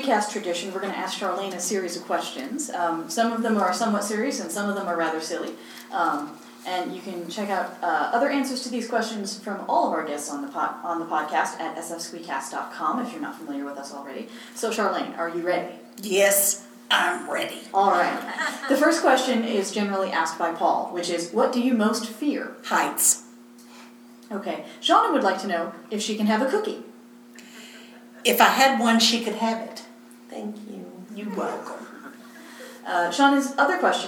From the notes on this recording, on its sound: This episode is LIVE FROM PHOENIX COMICON